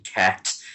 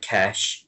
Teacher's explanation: the T at the end of a word often got pronounced like almost like an SH sound · Shown in: second take · like, you know, so instead of saying cat, it sounded something like cash, you know, or something like that, you know, and she was kind of hard to understand for some people anyway.